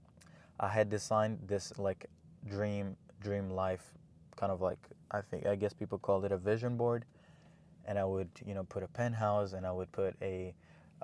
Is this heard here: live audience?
no